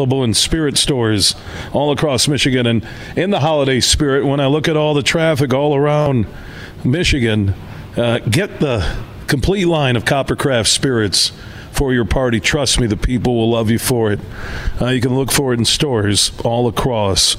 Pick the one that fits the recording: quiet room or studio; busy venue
busy venue